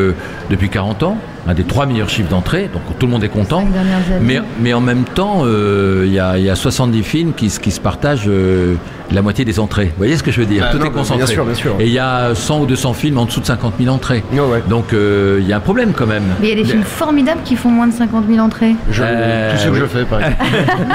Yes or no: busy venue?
yes